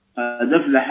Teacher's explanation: الحركة التي على الدال حركة منقولة إليه من الهمزة التي بعدها · Term: نقل حركة